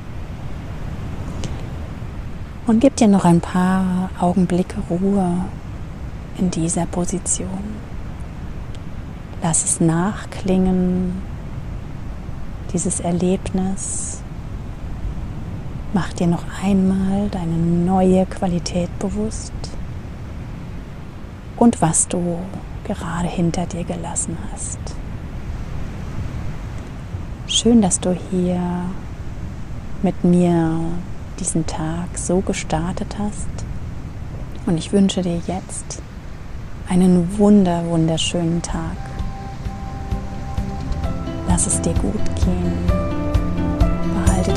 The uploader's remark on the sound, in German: In der heutigen Meditation nehme ich Dich mit an die Atlantikküste. Als Hintergrundgeräusch begleiten Dich die echten Wellen des Ozeans, denn ich habe die Episode am Strand für Dich aufgenommen.